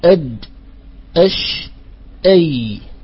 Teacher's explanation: يخرج من وسط اللسان الأحرف الثلاثة الجيم والشين والياء. والياء هنا يعني نتكلم عن الياء الغير المادية، أي الياء المتحركة واللينة.